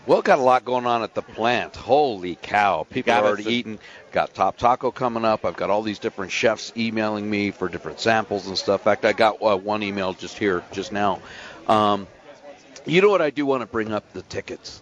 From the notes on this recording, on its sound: Live from Beats and Brews in Colorado Springs!